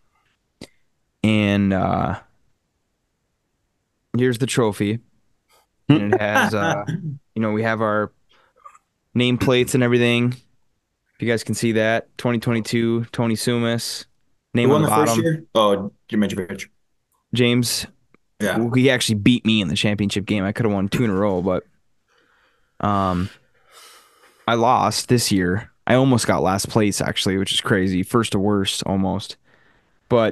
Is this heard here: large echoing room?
no